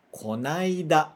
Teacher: a gente reduz esse kono aida para uma palavra só